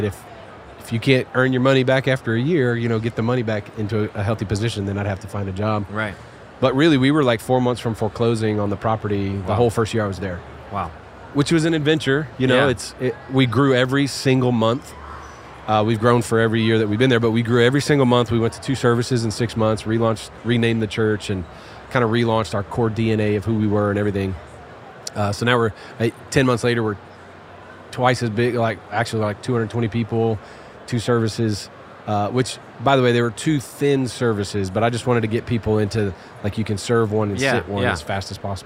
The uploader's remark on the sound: Live from General Council 2023 in Columbus, Ohio!